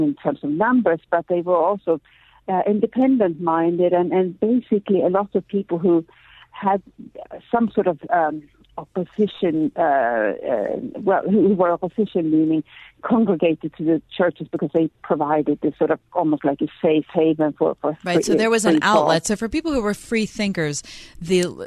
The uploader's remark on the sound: go to the phones